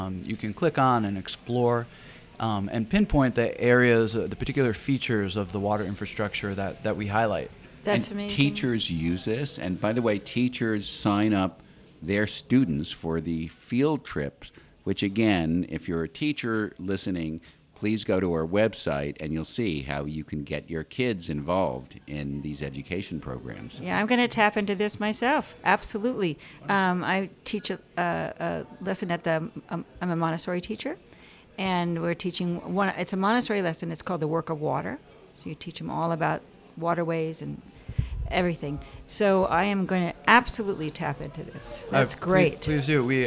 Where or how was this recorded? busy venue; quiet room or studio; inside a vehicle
busy venue